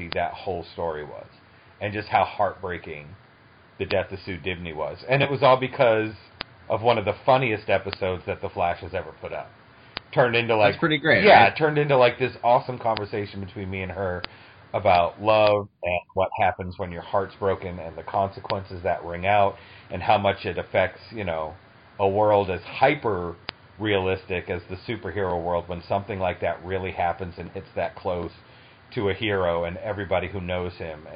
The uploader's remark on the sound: This was done over two phone calls.